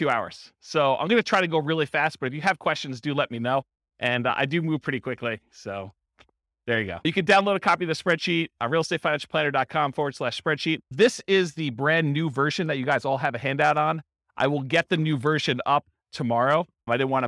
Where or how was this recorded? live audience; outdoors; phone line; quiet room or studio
live audience